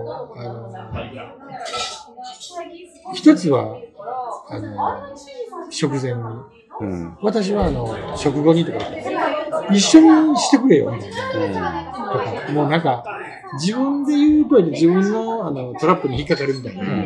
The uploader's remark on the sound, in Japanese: ミルク＆ビアホール九十九で収録させていただきました。